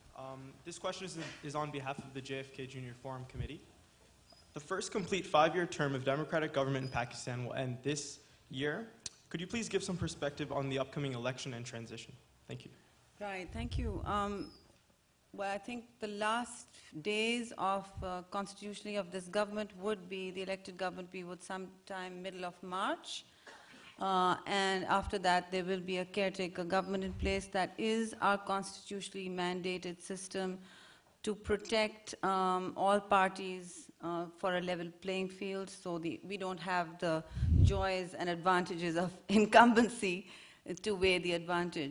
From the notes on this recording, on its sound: Questions from the audience